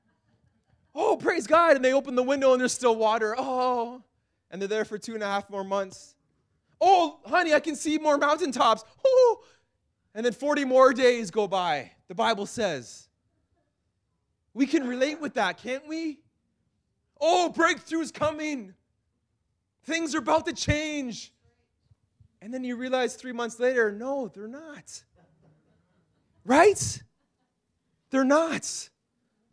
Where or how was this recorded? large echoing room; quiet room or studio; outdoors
large echoing room